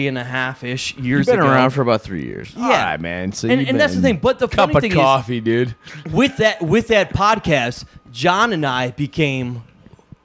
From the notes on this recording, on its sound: a little less background noise this week live from the after after party